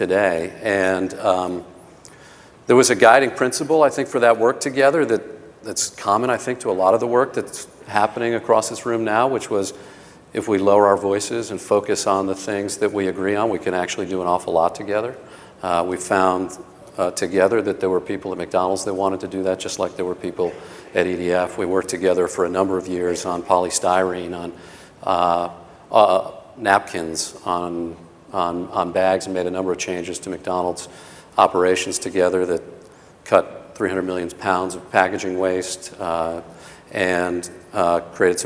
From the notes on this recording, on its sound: The best of live interviews from GreenBiz events.